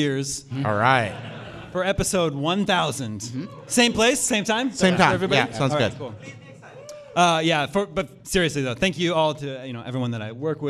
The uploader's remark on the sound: We're celebrating our 500th episode in front of a live audience.